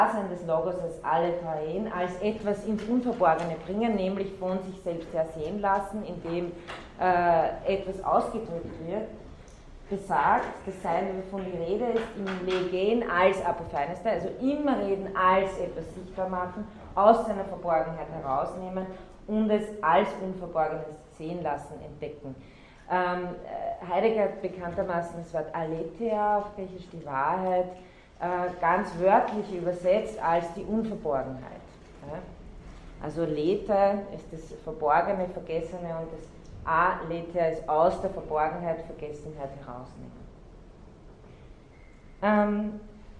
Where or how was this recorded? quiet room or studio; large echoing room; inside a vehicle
large echoing room